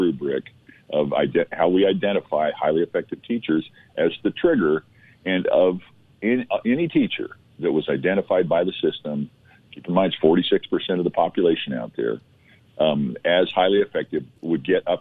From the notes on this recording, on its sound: by phone